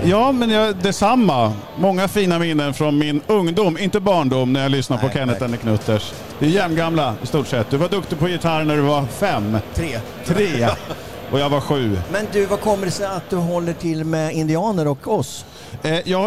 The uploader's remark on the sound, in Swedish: Live från MC-mässan i Stockholm. Tillsammans med tusentals besökare sänder vi Knutterspodden live från Indians utställningsmonter.